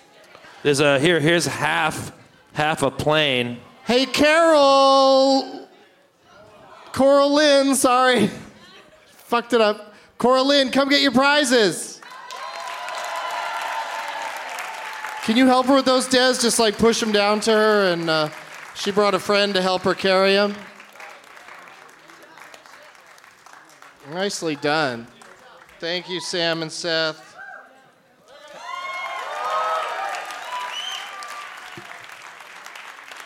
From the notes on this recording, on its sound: Live from the Gramercy Theatre in New York City